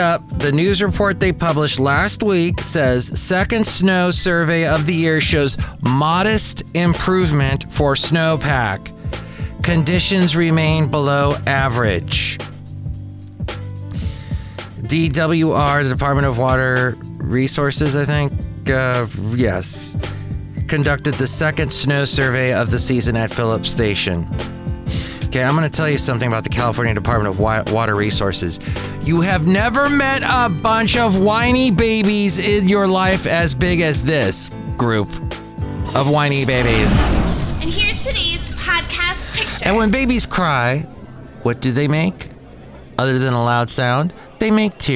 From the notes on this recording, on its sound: Podcasts live from Café Anyway.